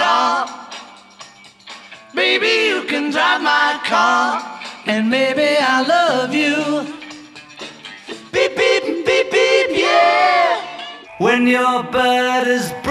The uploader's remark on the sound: Live at the Fest for … Fans Chicago 2015. The Fest for … fans took place in Chicago and I presented two live Multi-Track Meltdowns.